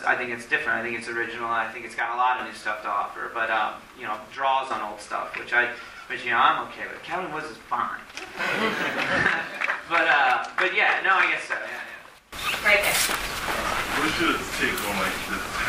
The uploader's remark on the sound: It was recorded after a screening of the film on April 9th in Philadelphia.